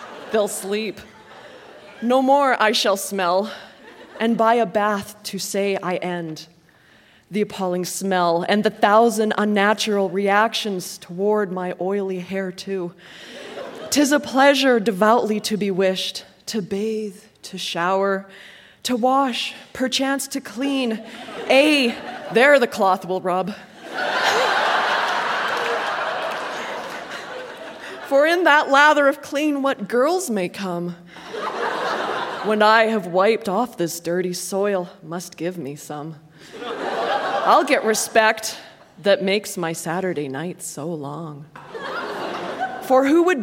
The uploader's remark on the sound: Recorded live at The Arden Theatre in St.